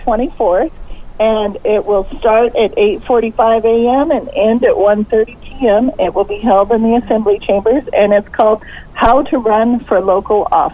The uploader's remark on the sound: called into the KINY Morning show